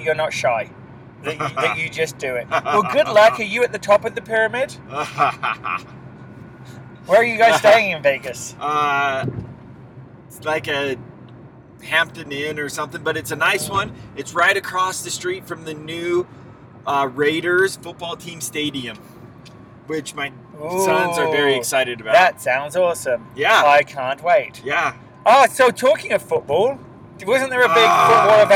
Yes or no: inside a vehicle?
yes